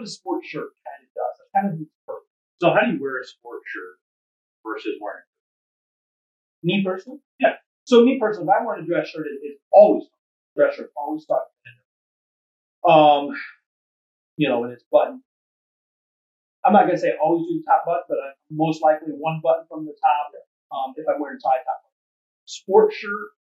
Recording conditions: poor sound quality